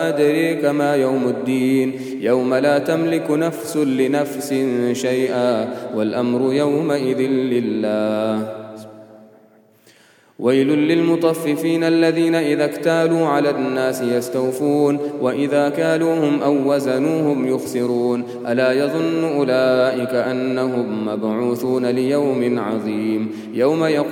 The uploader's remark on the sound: At the Houghton Masjid (West Street).